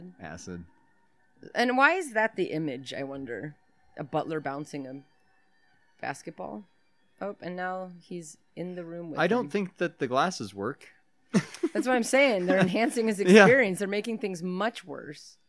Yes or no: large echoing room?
no